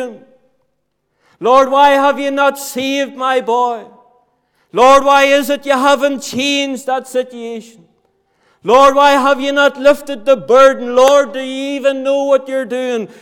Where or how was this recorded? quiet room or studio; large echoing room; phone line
large echoing room